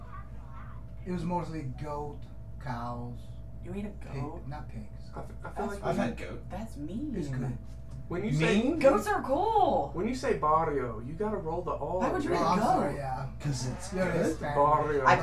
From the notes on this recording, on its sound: Audio Goof up! Had to rewire the Studio a little and got the Mic settings screwed up.